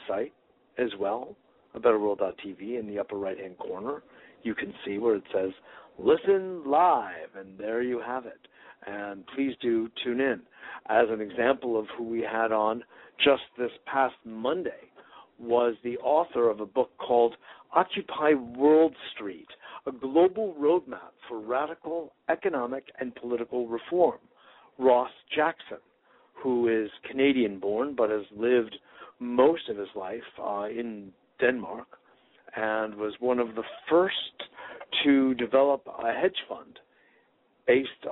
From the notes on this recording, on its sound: Today is a chance for listeners to call